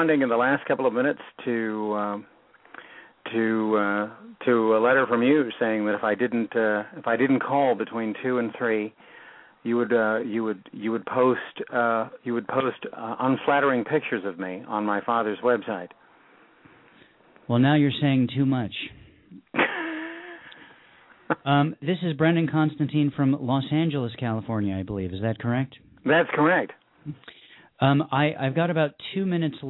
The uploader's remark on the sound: A couple of poets who had poems in the Poetry Super Highway's recent Holocaust Remembrance Day issue also called in to read their work.